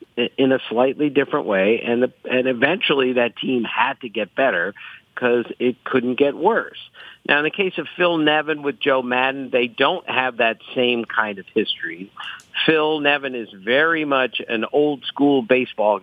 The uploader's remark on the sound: phones in from Brookline